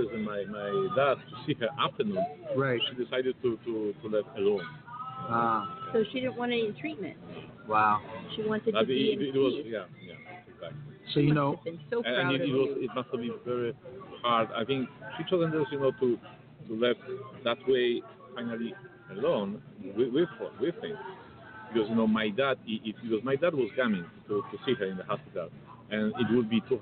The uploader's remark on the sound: on location at Straw Hat, Meads Bay, Anguilla.